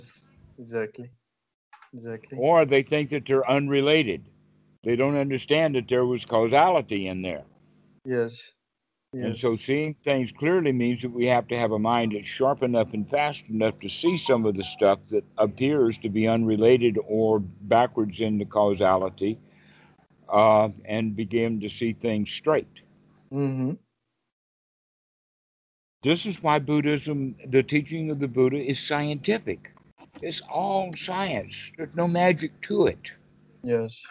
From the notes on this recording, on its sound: Skype calls on this channel.